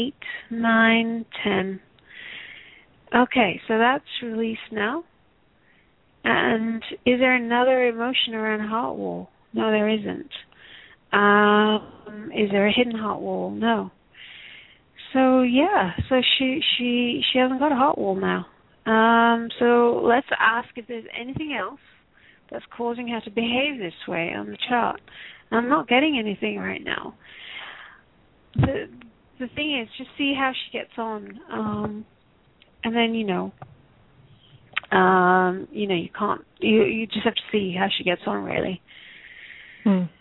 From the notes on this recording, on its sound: Takes your calls for healing live today!